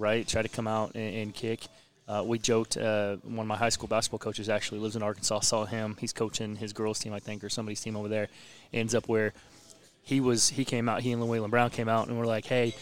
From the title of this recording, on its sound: LIVE at C J Moloney's